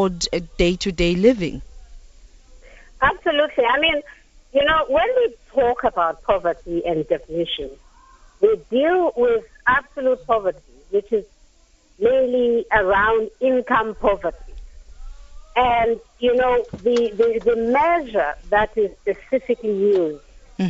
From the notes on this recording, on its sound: GUESTS (phone)